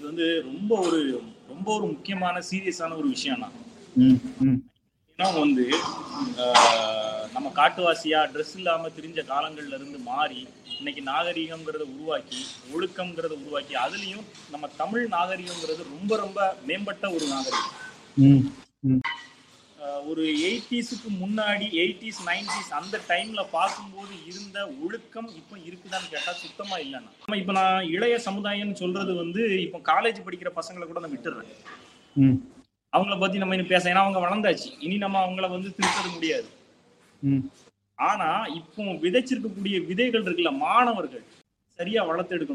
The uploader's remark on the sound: Our first online recording version of the podcast.